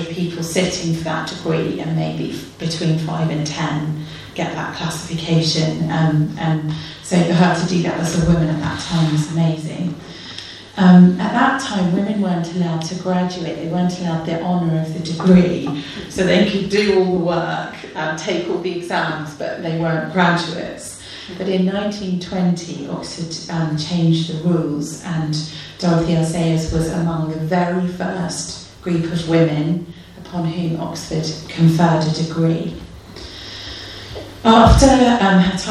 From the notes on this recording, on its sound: delivered at the 2nd Veritas Research Symposium, Gimlekollen College, NLA University, October 2019.